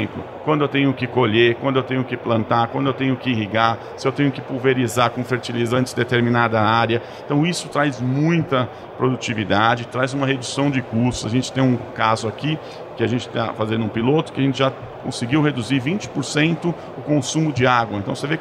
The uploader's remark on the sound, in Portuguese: gravada no Futurecom 2023